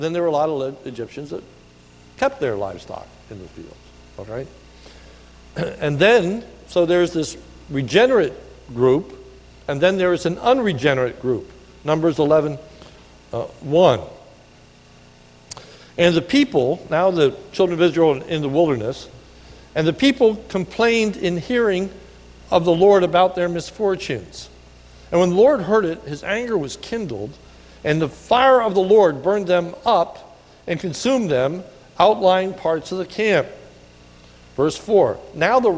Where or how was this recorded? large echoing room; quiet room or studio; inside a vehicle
large echoing room